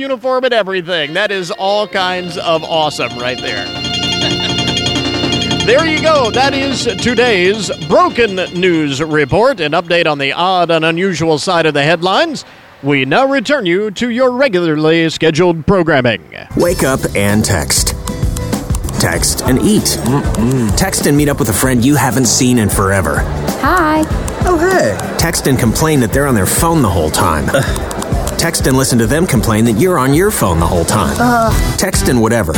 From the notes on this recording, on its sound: ON LOCATION for the annual 'Stuff the Bus' school supplies campaign